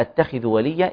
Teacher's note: الخاء هنا واخدة أدنى المراتب لأنها مكسورة